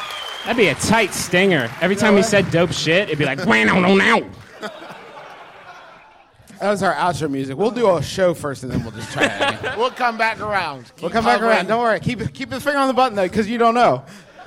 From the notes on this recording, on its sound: We did this live show in Los Angeles a few months ago.